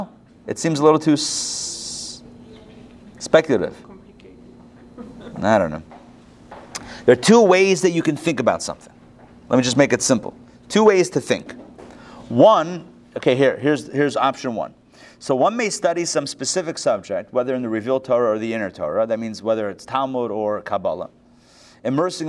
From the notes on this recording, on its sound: Recorded live at the Intown Jewish Academy on January 23, 2022